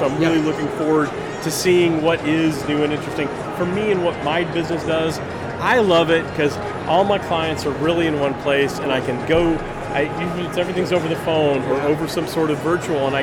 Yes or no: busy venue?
yes